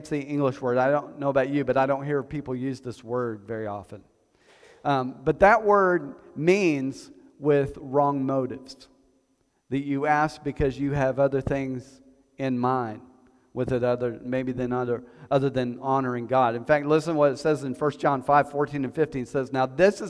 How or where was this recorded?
large echoing room